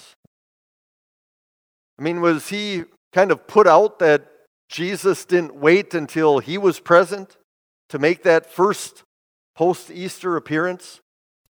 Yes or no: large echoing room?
yes